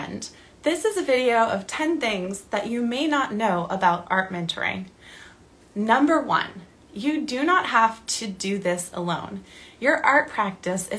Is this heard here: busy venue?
no